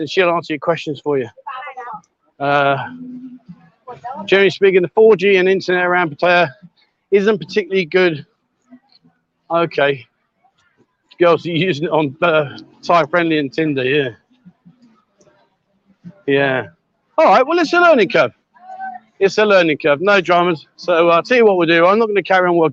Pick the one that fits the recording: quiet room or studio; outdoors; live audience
outdoors